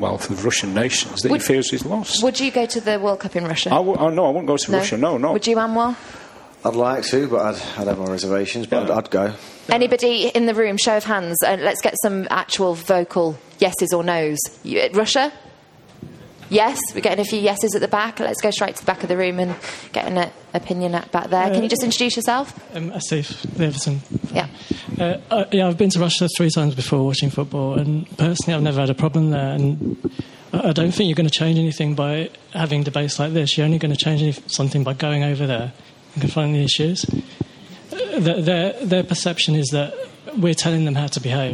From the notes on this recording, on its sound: Recorded at the Hope and Anchor in Covent Garden on 2nd June. As well as an audience of fans.